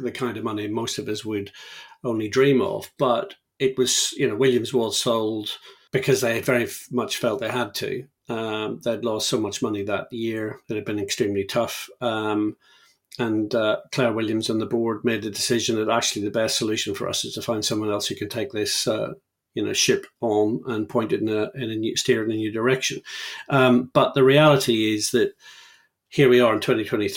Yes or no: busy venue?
no